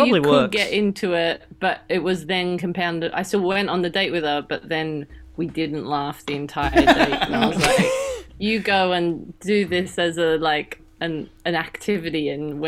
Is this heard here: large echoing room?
no